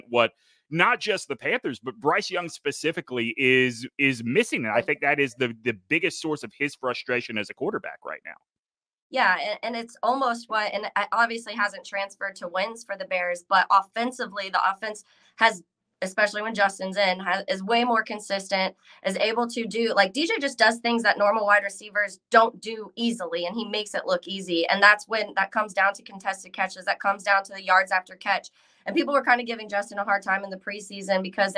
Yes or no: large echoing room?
no